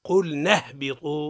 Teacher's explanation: أي تحذف همزة الوصل. نقول قل نهبط، أي بمعنى لا ننطق بها، قل نهبط من نون مباشرة إلى الهاء